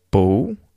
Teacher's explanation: there's a dark L that is pronounced, and it sounds a little more like a W. And this is obviously at the end of bull.